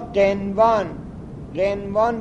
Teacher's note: قنوان باز نون ساکنه سه به واو ادغام نمیشه